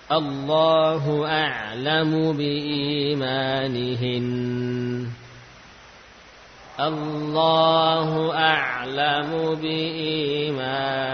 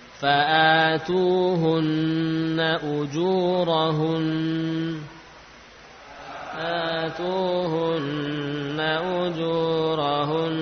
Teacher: Nah, kita tahu bahwa kedua huruf tadi memiliki sifat ghunnah. Ketika bertasydid, maka ghunnah pada mim dan nun zamannya ya sempurna, panjang. · Term: ghunnah yang panjang